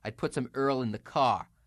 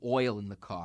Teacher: go ahead and just do a heavy New York resonance on the oi sound · Shown in: second take